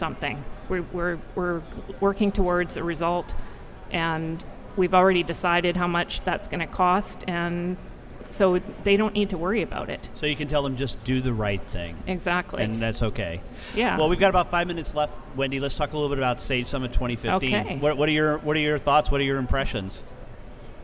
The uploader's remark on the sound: Live from #SageSummit